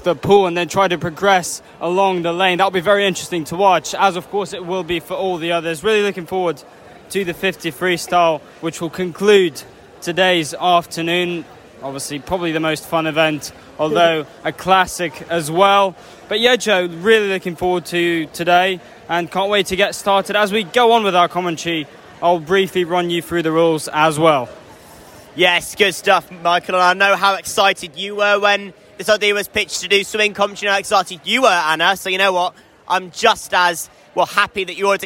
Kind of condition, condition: setting, busy venue